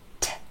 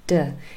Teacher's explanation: The movement of the articulators is the same. The difference between t and d is t is unvoiced, d is voiced.